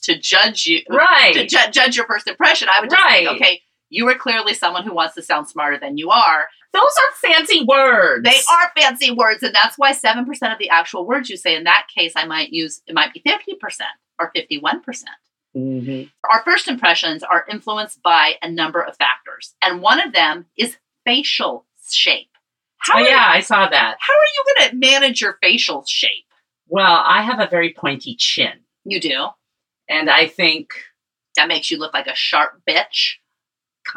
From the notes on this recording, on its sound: Pardon the sound quality